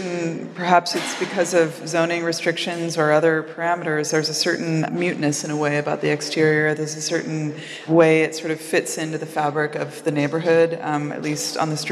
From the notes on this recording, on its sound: In front of a live audience at this year's LA Design Festival.